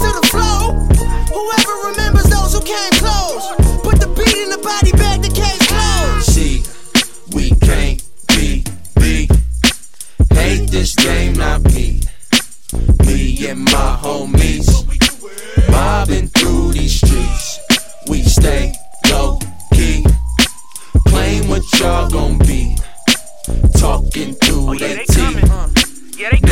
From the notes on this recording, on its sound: We've also found ourselves a new home, recording live from the Noah store in Soho.